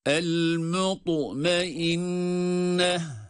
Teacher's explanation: ta harfi kalkalı harfi olduğu ve kalın olduğu için hem kalın okumaya hem de kalkalı sesini çıkarmaya özen gösteriyoruz. Çünkü burada ta harfi cezimli olduğu zaman kalkale sesi çıkmalıdır.